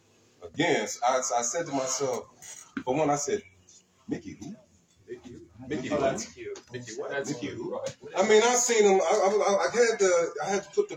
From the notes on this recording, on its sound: The WHIP Show Podcast was at the Missile Dropkick Wrestling Association Press Conference in Garden City Michigan